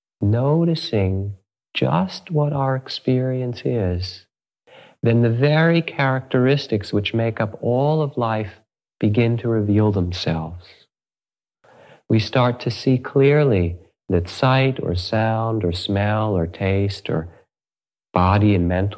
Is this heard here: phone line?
no